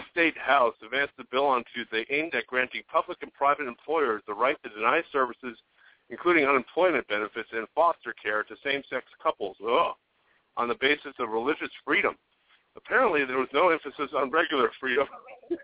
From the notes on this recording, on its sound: It's a Friday night call-in show on Valentine's Day!